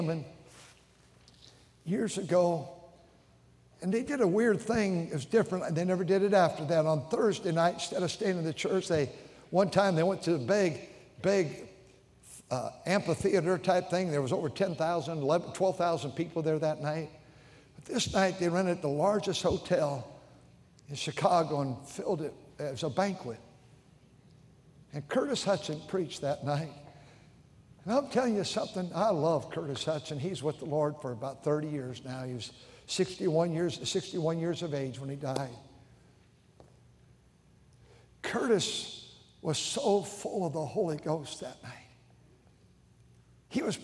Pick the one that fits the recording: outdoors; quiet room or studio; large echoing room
large echoing room